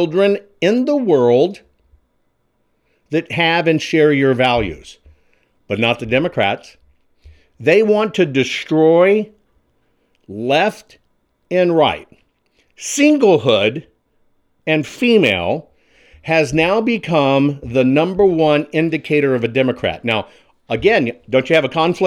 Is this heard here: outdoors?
no